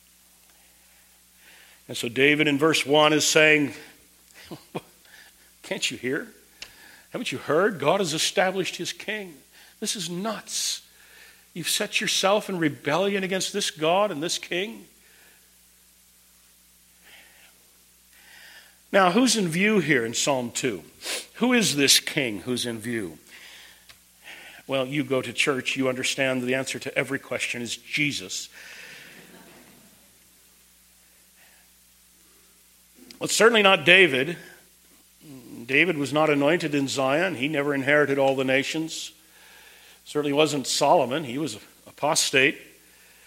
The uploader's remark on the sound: Preached at Twin Cities Bible Church, St. Paul, MN.